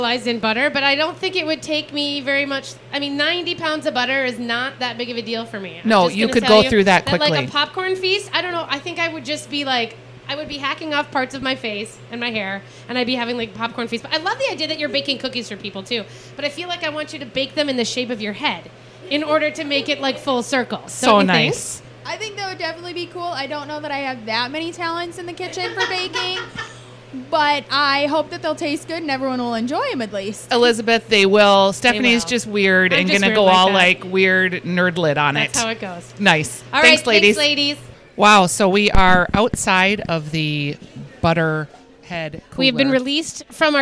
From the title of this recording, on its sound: Live Inside the Butter Sculpting Booth at the Minnesota State Fair Dairy Barn